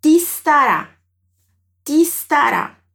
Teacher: Então o ti já vai puxar o som do s para ele emendar tudo. Olha só. Te estará. · A partícula ti vai se juntar com o verbo estará e vamos pronunciar como se elas fossem parte de uma única sílaba. Então o ti já vai puxar o som do s para ele emendar tudo.